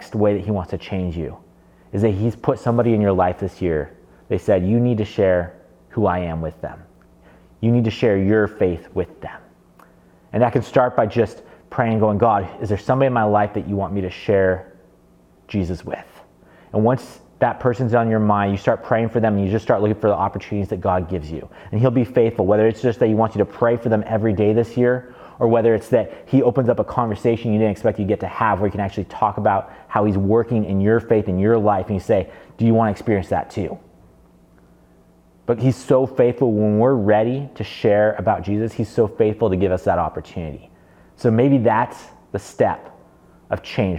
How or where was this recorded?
large echoing room